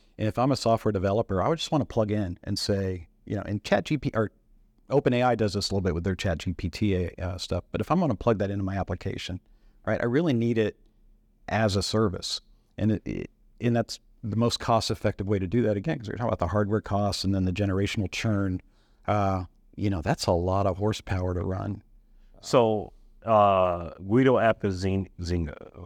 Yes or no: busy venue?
no